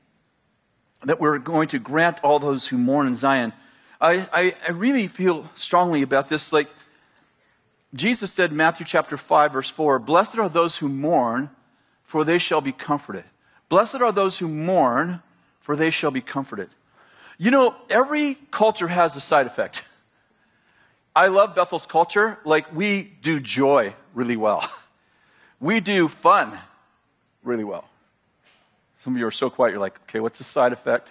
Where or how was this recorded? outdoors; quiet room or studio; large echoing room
large echoing room